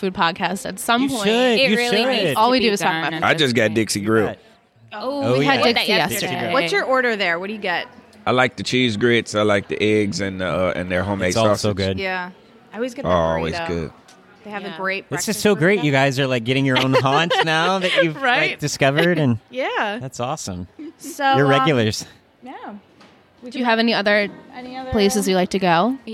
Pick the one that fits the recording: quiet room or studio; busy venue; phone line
busy venue